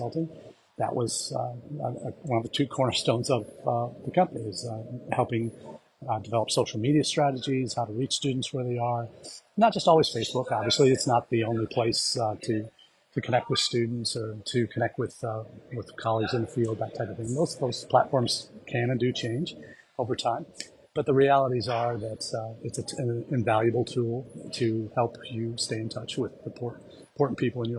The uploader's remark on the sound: Live from Tashkent, we are doing this week’s #livechat from the South and Central Asia #EdUSAForum